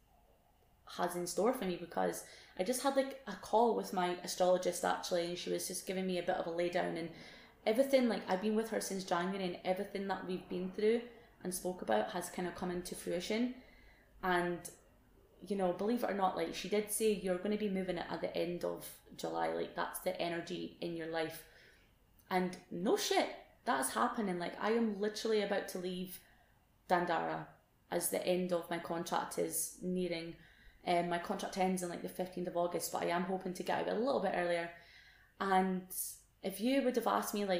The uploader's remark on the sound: Todays episode isn't the best sound quality as I forgot how to connect my mic.